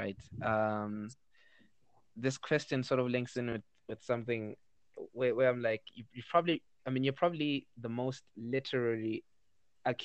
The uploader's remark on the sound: We had bad bad bad audio issues this week and connection issues too but we made it work as best as we could.